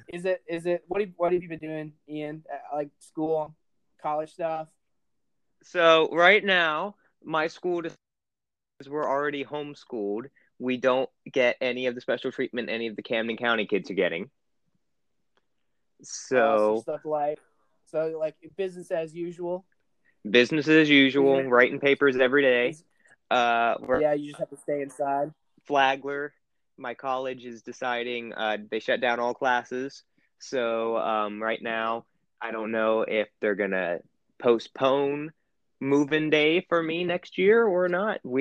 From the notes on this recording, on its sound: We apologize for the audio in advance we are working on it!